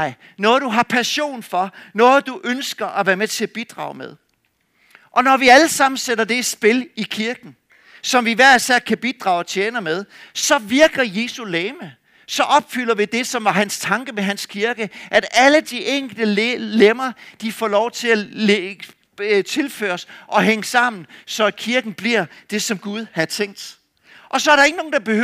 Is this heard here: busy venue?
no